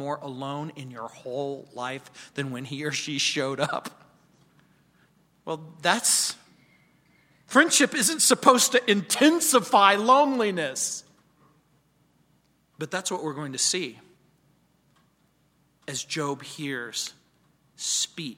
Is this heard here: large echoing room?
yes